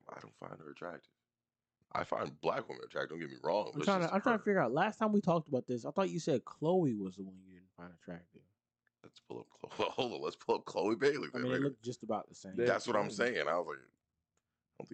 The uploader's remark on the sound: This Episode does have a slightly damaged audio file, so apologies in advance.